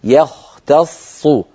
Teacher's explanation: نرقق الياء، نفخم الخاء، نرقق التاء نفخم الصاد، في هناك تداخل بين التفخيم والترقيق في هذه الكلمة.